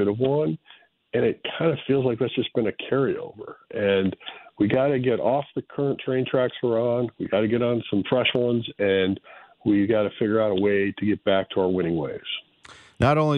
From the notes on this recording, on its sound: Opens up the phone lines to discuss all things Cardinals.